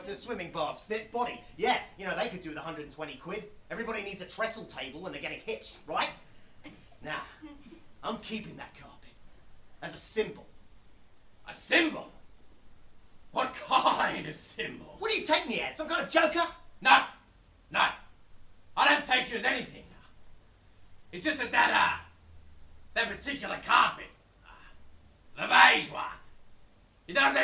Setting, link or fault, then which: setting, live audience